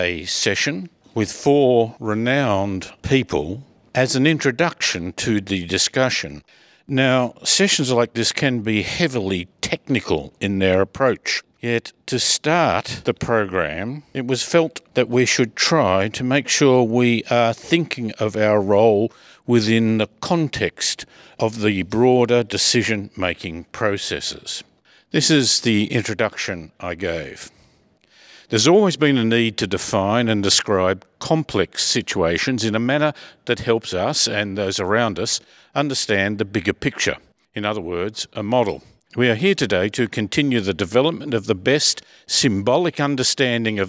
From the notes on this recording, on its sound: We come to you this week from Melbourne, Australia at the National Conference of the Australian Institute of Traffic Planning and Management.